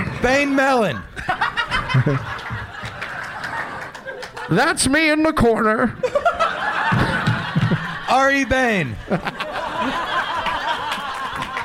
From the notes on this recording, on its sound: Live from Zanies in Rosemont, IL